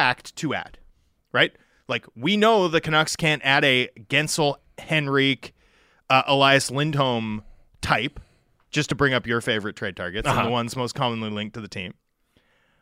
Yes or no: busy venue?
no